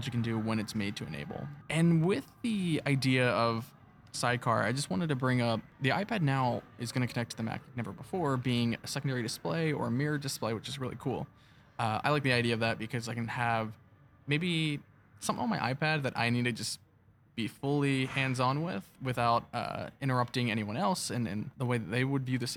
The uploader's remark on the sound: Recorded directly on the show floor of Apple's annual World Wide Developers Conference (WWDC)